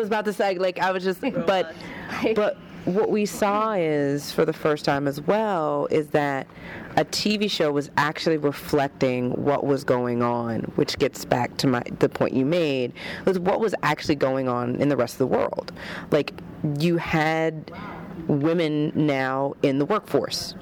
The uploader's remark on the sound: on the convention floor